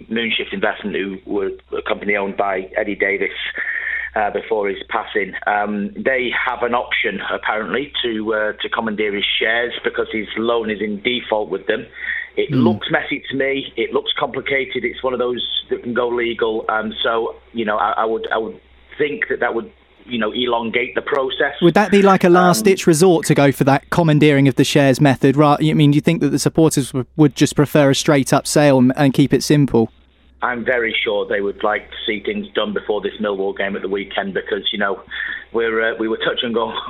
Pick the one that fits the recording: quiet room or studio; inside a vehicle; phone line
phone line